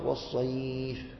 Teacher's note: إذا وقف عليها جاز الطول والتوسط والقصر والقصر أولى ومقدم في الأداء · Term: حروف اللين